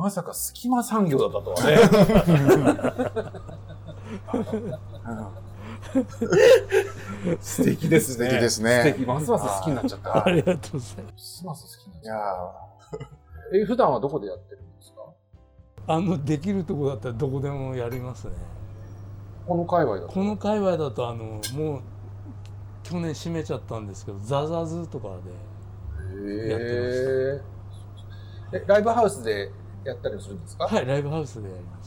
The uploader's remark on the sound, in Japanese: 今回も南新宿のカレー&バーのお店 【ムーンボウ】 での収録！